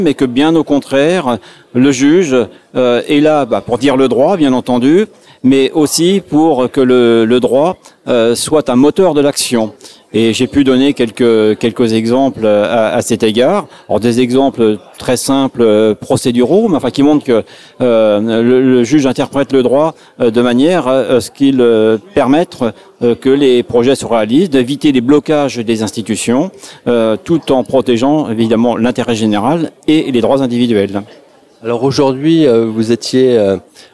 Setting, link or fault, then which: setting, busy venue